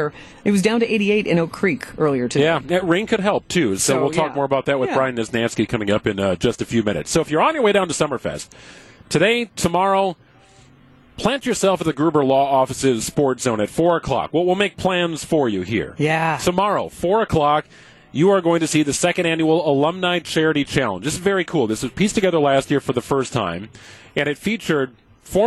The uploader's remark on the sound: We broadcast live from the Pella Windows & Doors of Wisconsin Mobile Studios at Summerfest!